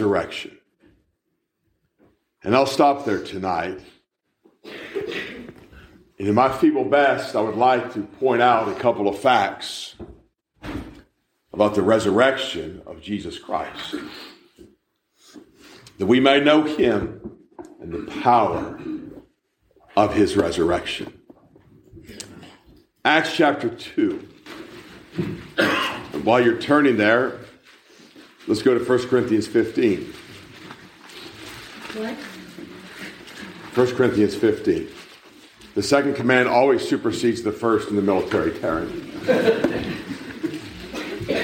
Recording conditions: large echoing room